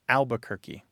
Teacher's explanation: That first R just poofs goes away. · Term: dissimilation